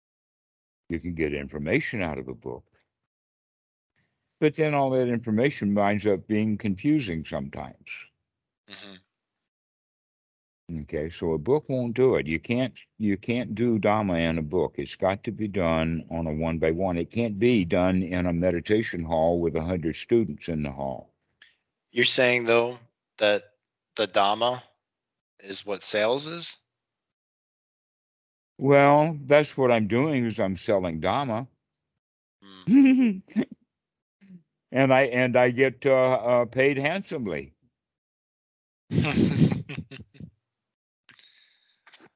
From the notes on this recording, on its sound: The date in the title indicates the date the call was recorded.